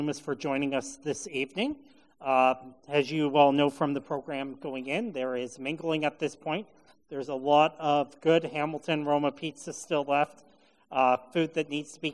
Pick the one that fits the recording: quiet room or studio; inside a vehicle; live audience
live audience